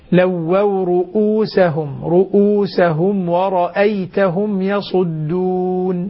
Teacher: تحقيق الهمز تقطعه قطعا من أقصى الحلق